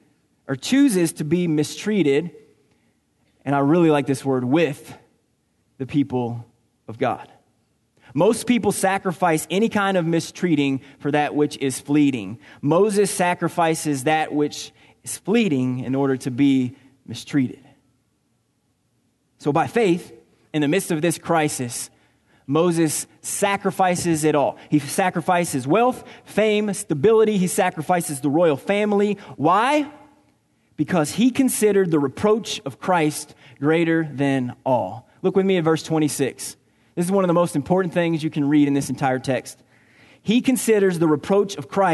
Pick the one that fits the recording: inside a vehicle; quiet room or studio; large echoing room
large echoing room